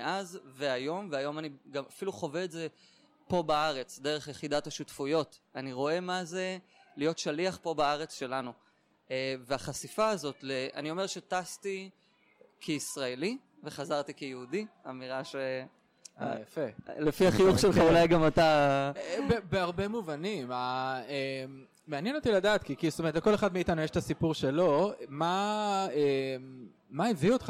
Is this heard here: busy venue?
yes